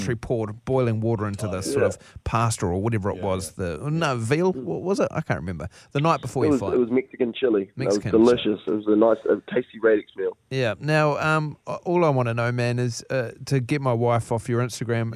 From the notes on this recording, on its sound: on the phone